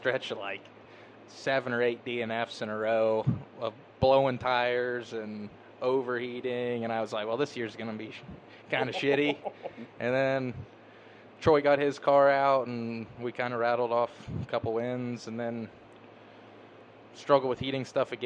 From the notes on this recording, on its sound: Live from championship night at Rolling Plains Motor Speedway